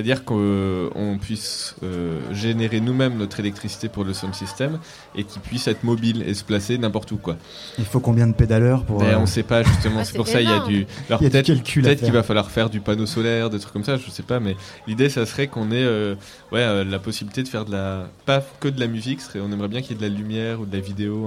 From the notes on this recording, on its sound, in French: En direct de Bambou canoë au festival ARDÈCHE MEETING. Les Vans (07). Micro trottoir au marché des Vans “c’est quoi l’Ardèche Meeting”.